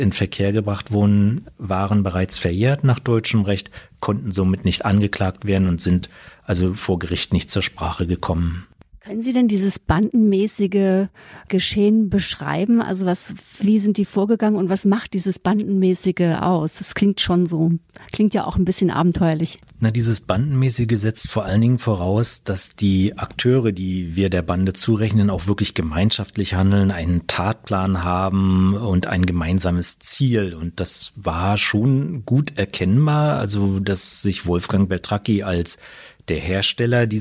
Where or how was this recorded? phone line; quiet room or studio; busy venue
quiet room or studio